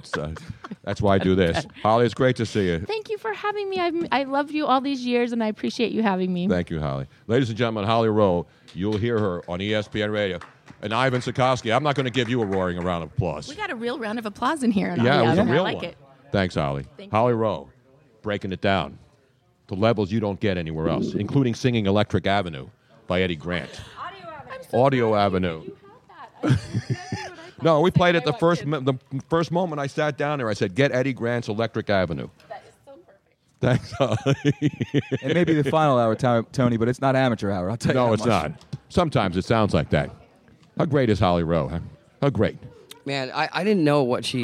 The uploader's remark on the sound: LIVE from Audio Ave in Tampa